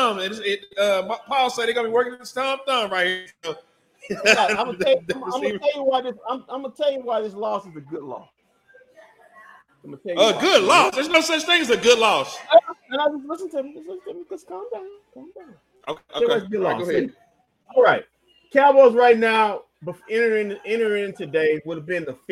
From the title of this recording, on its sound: Live from White Rock Ale House